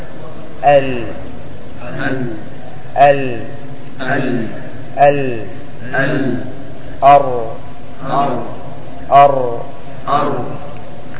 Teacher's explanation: ميل الراء واللام عن مخرجهن إلى طرف اللسان، يعني أنك تميل اللام عندما تنطق بها واللسان تذهب عند مخرج النون، وأما الراء فاللسان تذهب عند ظهر، أو المخرج يذهب إلى ظهر اللسان. · Term: الانحراف